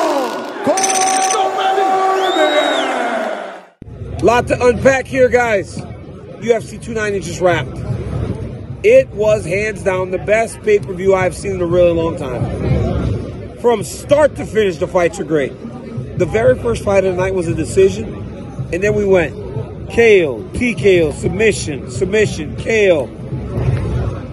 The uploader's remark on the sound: Live from the octagon. At UFC 290.